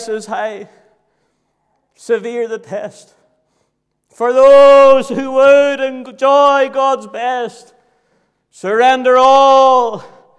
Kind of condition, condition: setting, large echoing room